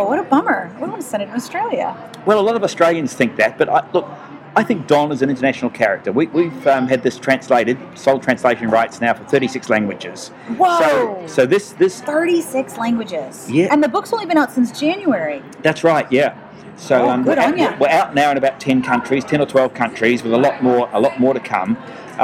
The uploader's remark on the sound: Interviews from the Brisbane Writers’ Festival Green Room